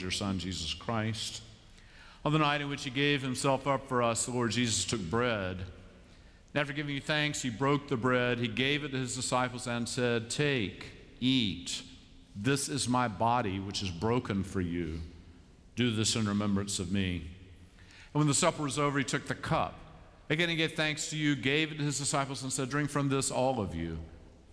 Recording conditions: large echoing room